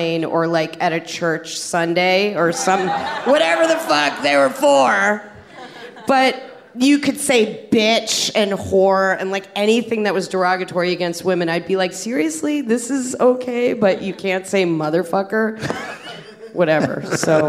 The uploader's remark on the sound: Live From the LA Podfest.